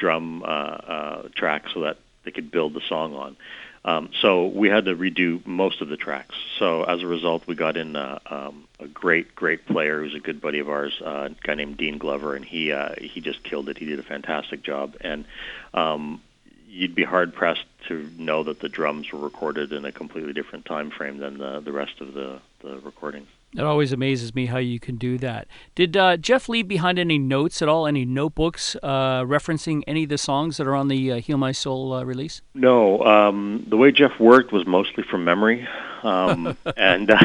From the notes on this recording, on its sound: on the phone